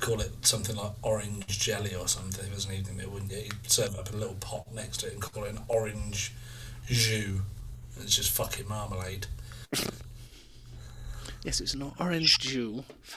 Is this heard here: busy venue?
no